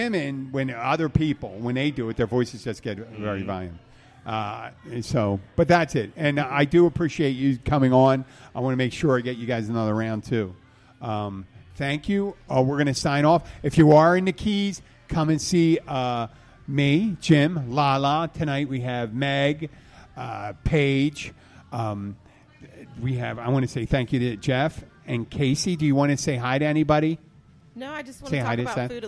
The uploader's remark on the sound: The Catch Restaurant-Keys Bartender. Our first show on location in 15 months, from the Catch in Key Largo. Two regulars of the Catch join.